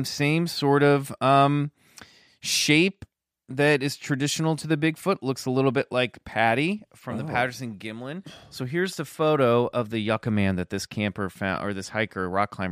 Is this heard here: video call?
no